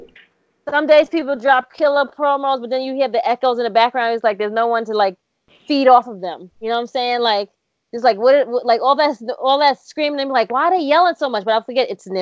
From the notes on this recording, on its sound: altogether via the great technology gods of Skype